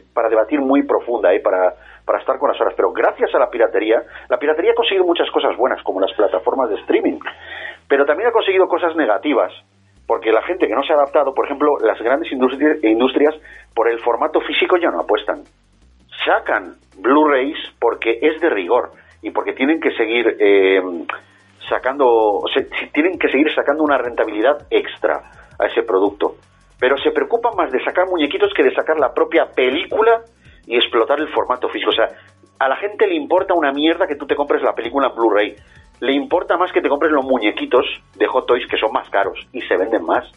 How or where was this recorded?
phone line